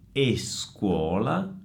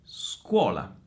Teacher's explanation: generalmente i brasiliani commettono un errore, che è quello di pronunciare una E davanti alla S. · Shown in: first take · E questo avviene perché in portoghese effettivamente le parole corrispondenti hanno una E, quindi estrangero, escola, estar.